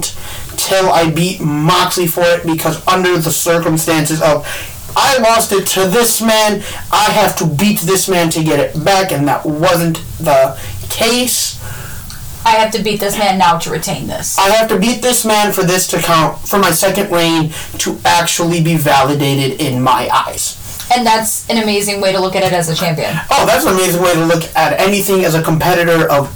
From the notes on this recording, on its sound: Headphone warning as we are still fixing the kinks